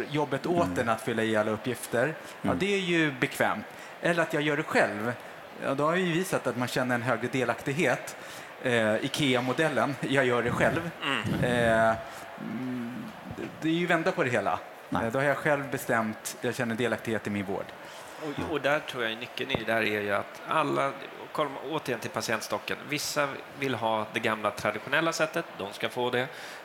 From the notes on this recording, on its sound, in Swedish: Live från Tandläkarmässan i Stockholm.